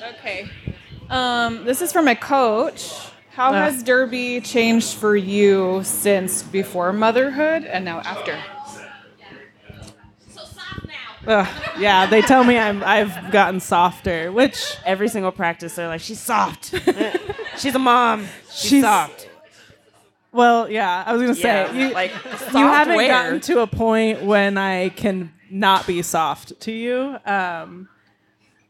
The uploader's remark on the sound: This episode was recorded in front of a live audience at Black Rabbit Mead in Reno, Nevada on July 27, 2023.